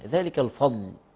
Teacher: ما تغلطش في اللام لام ترقق